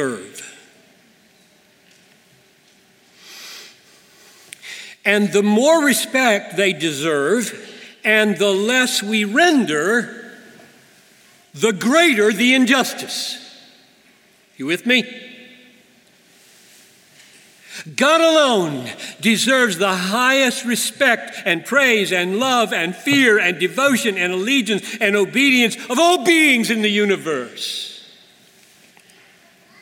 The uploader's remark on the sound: At the 2019 Bethlehem College &amp; Seminary commencement. To the Class of 2019.